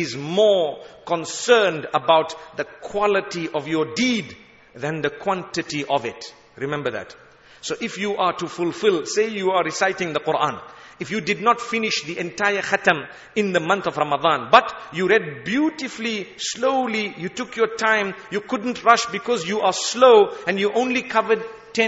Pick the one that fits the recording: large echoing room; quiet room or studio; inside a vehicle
large echoing room